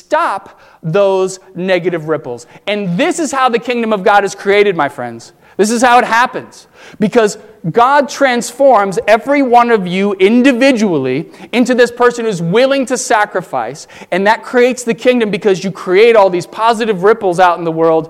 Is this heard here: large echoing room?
yes